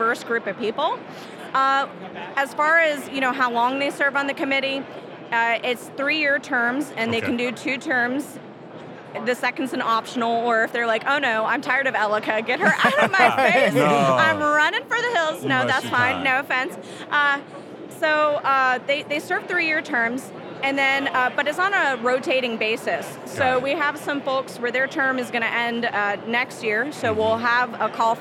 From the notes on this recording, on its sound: Today’s episode is live on the expo floor of the 2023 Annual Conference and Expo